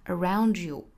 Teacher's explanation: Around 的和 you 的 ye 连读同化